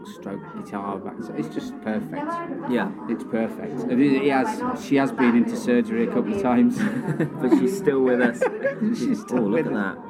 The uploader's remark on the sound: Live from the PUB!